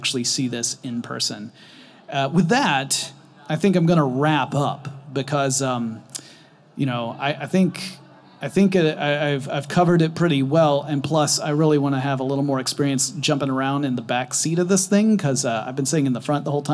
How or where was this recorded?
busy venue